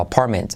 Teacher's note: la T de apart, no se pronuncia